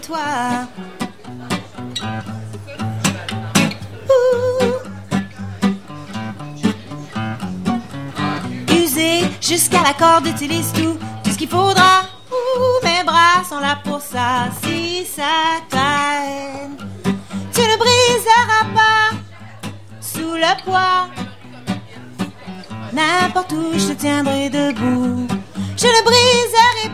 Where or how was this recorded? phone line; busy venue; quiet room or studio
busy venue